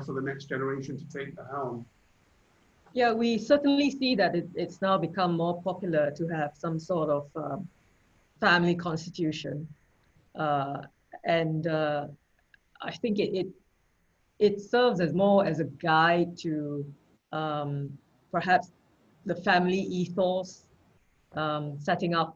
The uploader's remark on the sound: Webinar audio recording